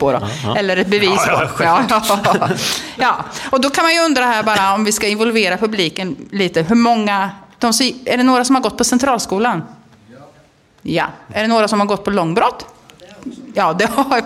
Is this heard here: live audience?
yes